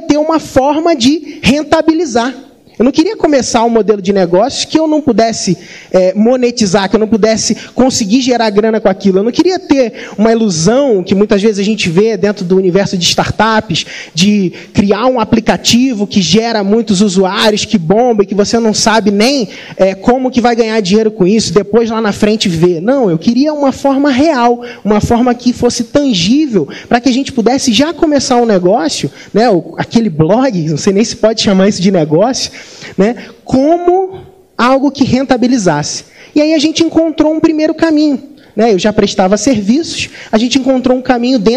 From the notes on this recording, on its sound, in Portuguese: Nesse Podcast você vai ouvir uma palestra que fiz no nosso evento ao vivo, o Mentalidade Empreendedora Summit.